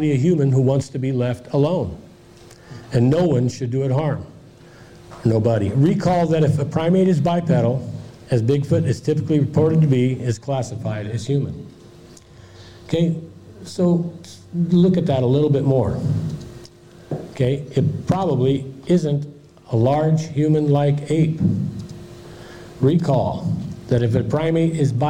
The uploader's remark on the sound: presentation Michigan Bigfoot Conference